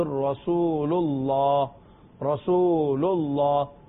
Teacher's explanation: رسول کے لام پر پیش ہے اس کی وجہ سے جو لفظ اللہ اس میں جلالت ہے اسے ہم موٹا پڑھ رہے ہیں